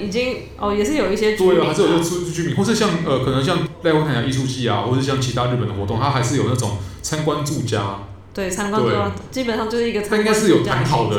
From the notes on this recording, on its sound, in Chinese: 本集白噪音指數：蚊風級 1/5。錄音地點：某某咖啡 - MOMO Coffee Bistro。